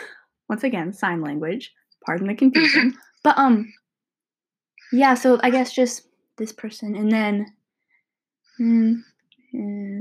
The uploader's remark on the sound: Audio issues because these are recorded over a facetime call due to the pandemic.